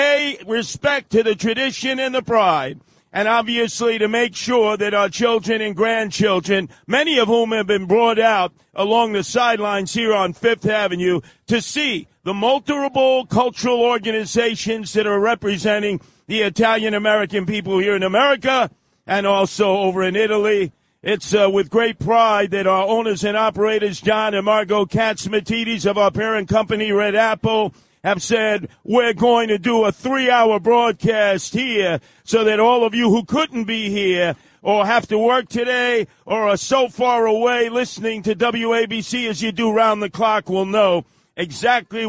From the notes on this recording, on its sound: Live from the Columbus Day Parade on the WABC Float.